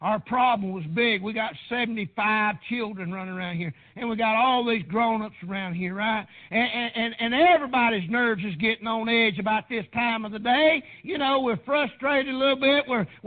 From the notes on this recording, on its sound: PREACHED AT PRAYER BAPTIST CHURCH.